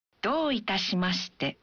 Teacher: Saat mengucapkan, どういたしまして? Bunyikan vokal O dalam do satu ketuk lebih panjang.